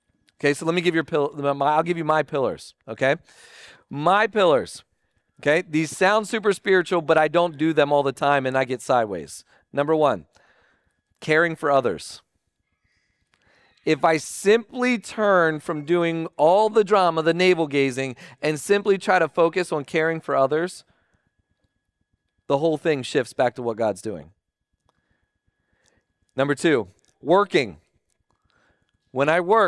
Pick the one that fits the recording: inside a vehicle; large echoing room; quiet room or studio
large echoing room